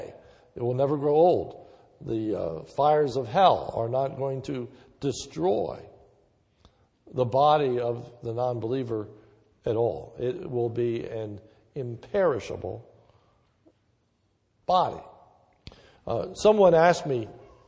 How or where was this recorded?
large echoing room